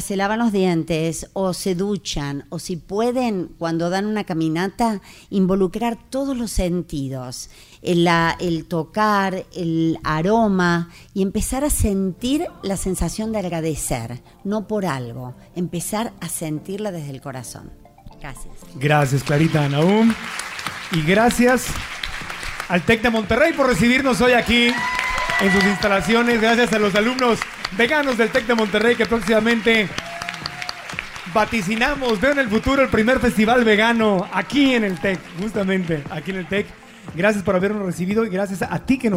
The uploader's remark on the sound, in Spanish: Gracias al Tec de Monterrey y a sus alumnos por unirse a esta celebración facilitando sus instalaciones para grabar el podcast por primera vez ante una audiencia en vivo.